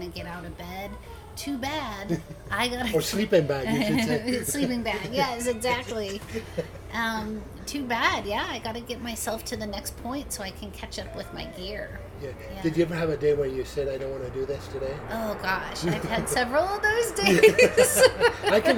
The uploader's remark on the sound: Not surprisingly the Fleet Week event in San Francisco created a few distractions as we were recording the podcast. Not surprisingly the Fleet Week event in San Francisco created a few distractions as we were recording the podcast.